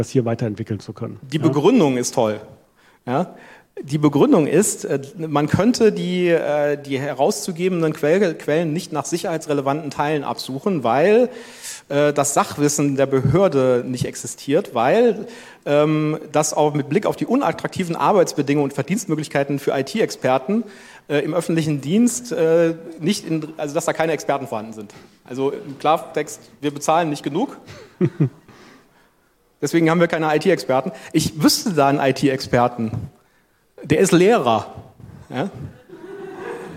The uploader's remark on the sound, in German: Froscon2022. Diskutieren gemeinsam mit dem Publikum auf der Open Source Couch.